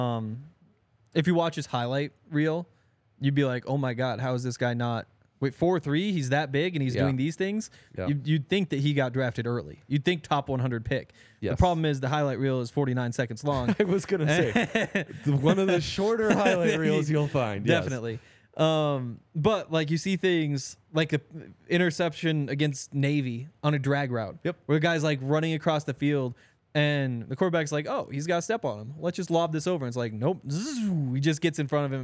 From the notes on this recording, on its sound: coming to you LIVE from the DNVR Bar